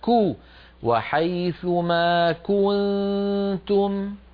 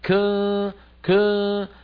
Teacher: نبهتك على ضم الشفتين عند الكاف المضمومة · Shown in: first take